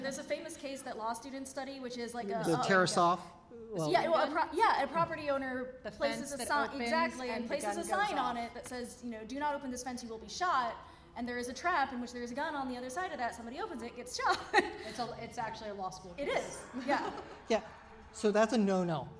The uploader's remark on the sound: Recorded live at Fan Expo San Francisco! FanX San Francisco.